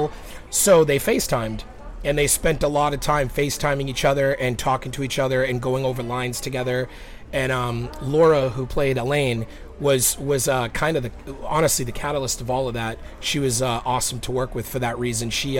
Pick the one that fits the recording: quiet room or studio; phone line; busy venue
busy venue